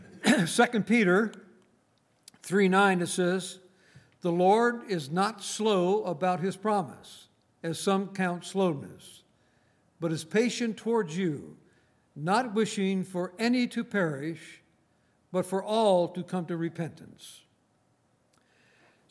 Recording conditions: large echoing room